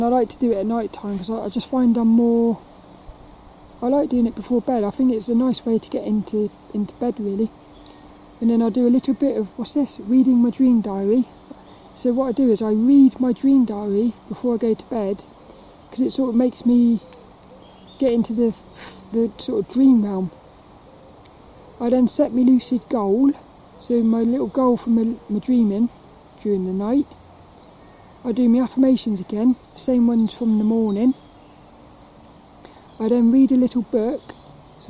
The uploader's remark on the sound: The battery on my camera died right as I said bye on this one. This walk and talk around Plymridge Woods.